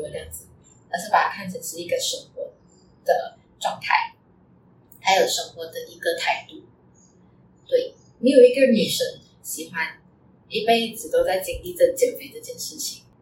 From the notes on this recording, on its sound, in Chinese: 真的很抱歉第一次的录音没有呈现最完美的状态，杂音的部分请多多包涵！